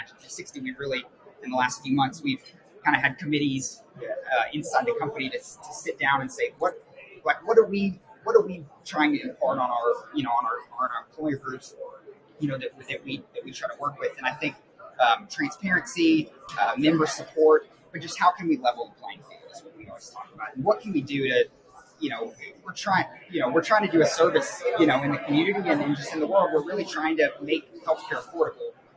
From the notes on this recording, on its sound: Live at the SIIA 2022 Engage Conference